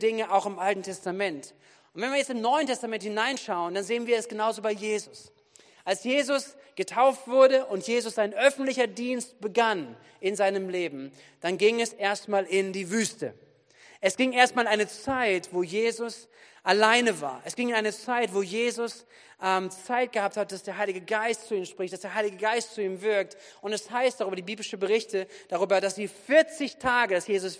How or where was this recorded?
large echoing room